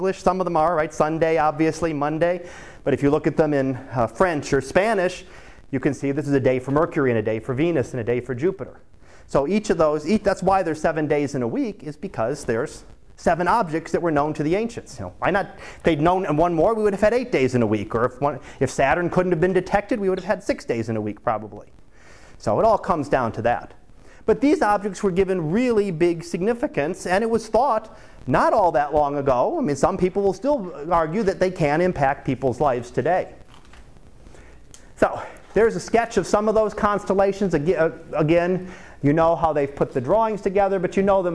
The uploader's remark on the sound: Live Class Lecture